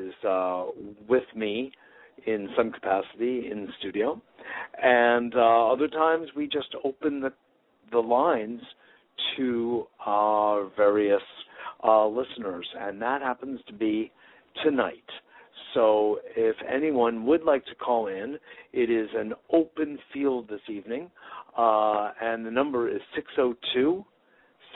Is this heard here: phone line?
yes